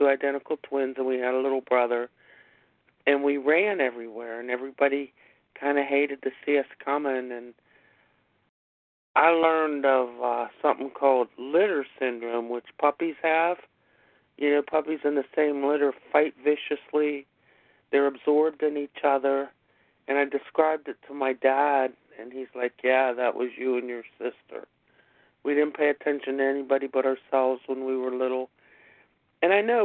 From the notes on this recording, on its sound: 100 Pounders Phone Meeting